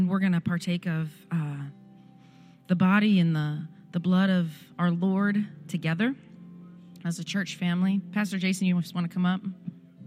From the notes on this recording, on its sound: This recording is of the whole service.